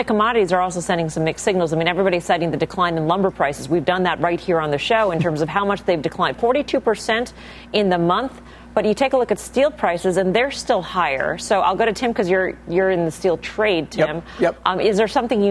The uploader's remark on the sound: we’re live from the Aspen Ideas Festival